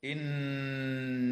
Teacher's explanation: نون مشددة يجب أن تغن بمقدار حركتين في كلمة إن